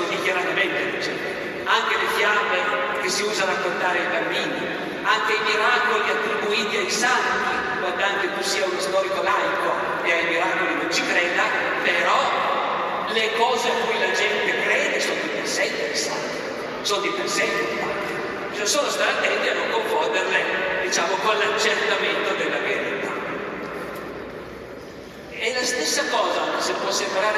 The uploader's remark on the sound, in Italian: (Bologna, 2023). Festa Internazionale della Storia. Audio registrato in loco - remasterizzato e migliorato.